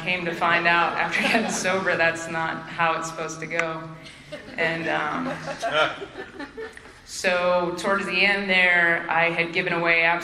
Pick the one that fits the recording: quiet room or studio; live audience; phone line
live audience